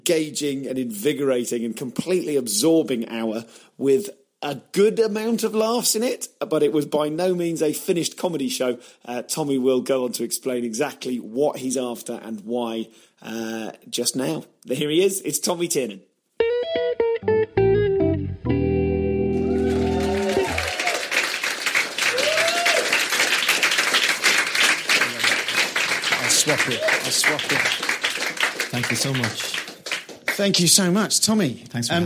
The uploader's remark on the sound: Live at the Edinburgh Fringe